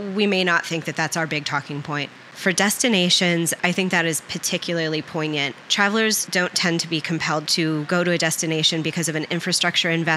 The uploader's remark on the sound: Live From IPW